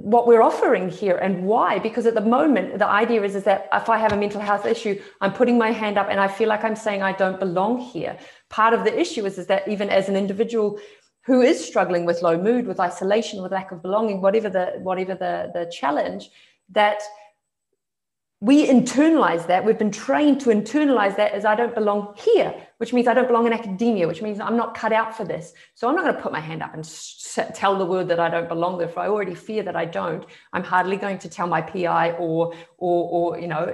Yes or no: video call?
yes